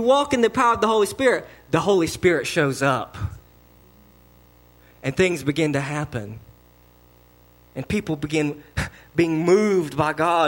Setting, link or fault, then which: setting, large echoing room